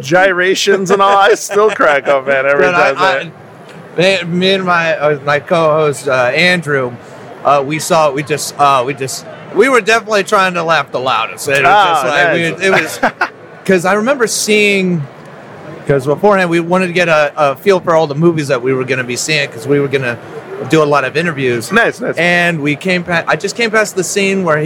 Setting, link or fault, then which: setting, busy venue